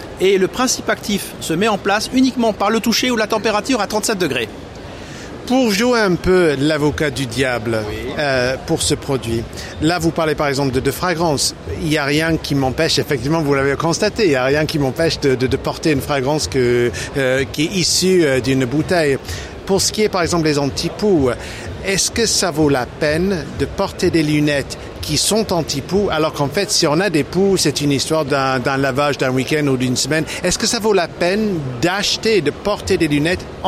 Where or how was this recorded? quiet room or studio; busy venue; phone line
busy venue